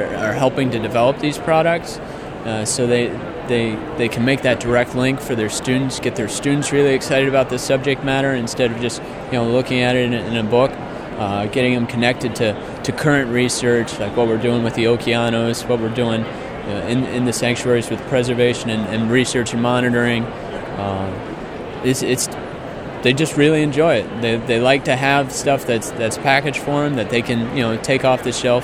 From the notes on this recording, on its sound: Live from Philadelphia: NOAA's Exhibit Program. This huge convention was an opportunity for NOAA men and women from a variety of backgrounds and expertise to meet face to face with thousands of science teachers. This is the first half of a two-part series recorded live at the event.